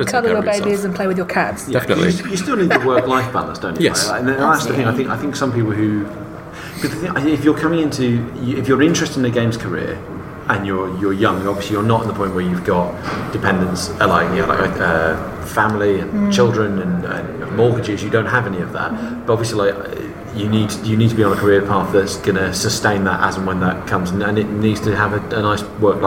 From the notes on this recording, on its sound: Recorded at EGX Rezzed 2017. The first of this year's GamesIndustry.biz Careers Fairs.